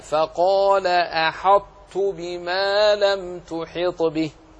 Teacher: أدغم الطاء في التاء مع إبقاء صفة الإطباق